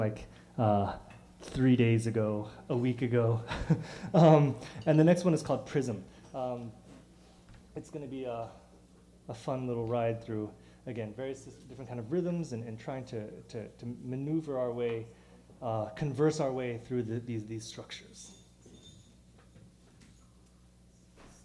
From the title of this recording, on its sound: Live at Nublu Classic, 12,12,2014, New York